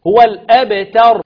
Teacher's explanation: والراء طبعا في كلتا الحالتين مفخمة لأنها في الوصل مضمومة وفي الوقف عليها ساكنة وما قبلها مفتوح